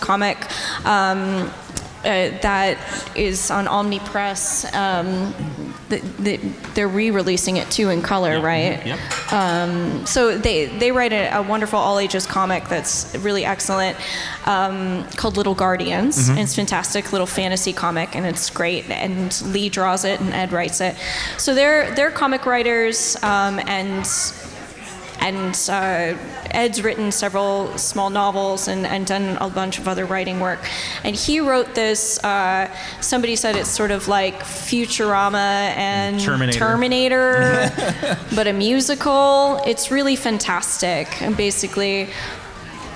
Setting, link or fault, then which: setting, live audience